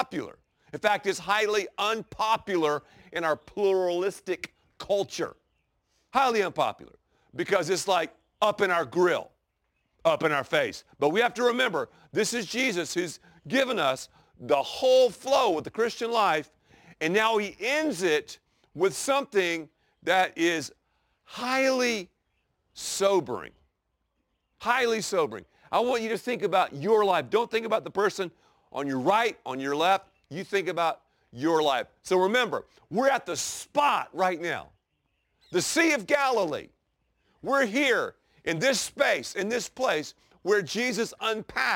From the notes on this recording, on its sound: preaches from the very place where Jesus delivered the Sermon On the Mount at the Sea of Galilee in the Holy Land